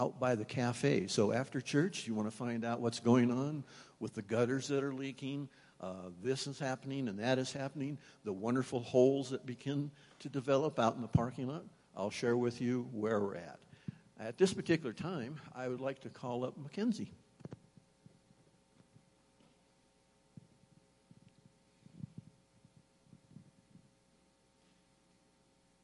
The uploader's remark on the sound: Woodland Life Church Live